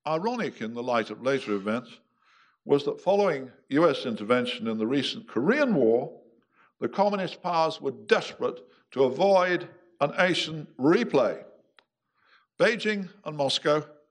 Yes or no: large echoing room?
yes